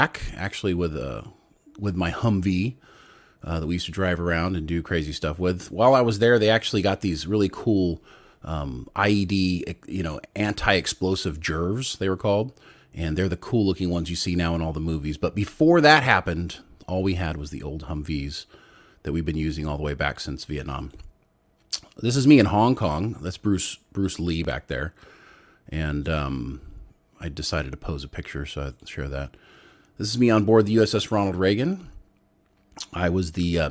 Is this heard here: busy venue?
no